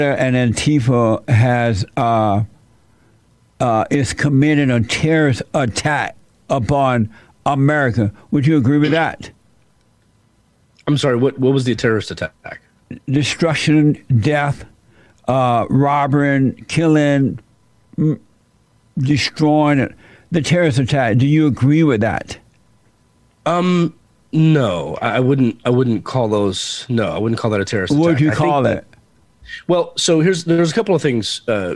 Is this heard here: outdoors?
no